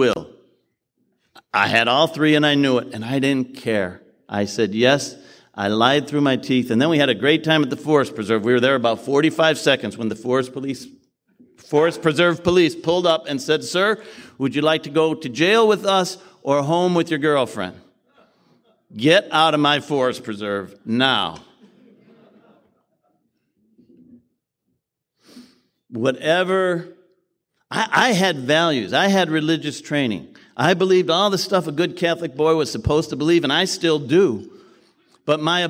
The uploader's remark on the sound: His share at the 2020 Nashville TN conference as a Keynote speaker is incredible.